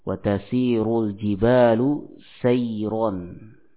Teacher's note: Sebagian membaca ro yang didahului ya sukun dengan tarqiq